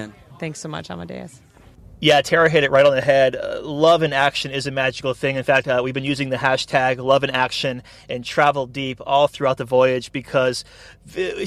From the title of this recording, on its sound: Live from Fathom Impact Cruise